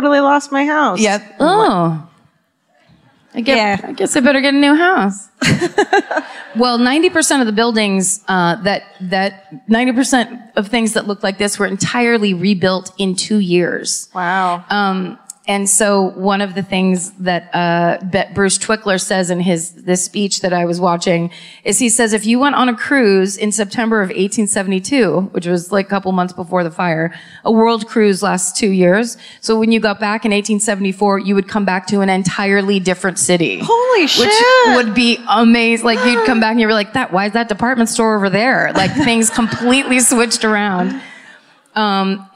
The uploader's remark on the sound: Live at the Chevalier Theatre in Medford, MA (2018)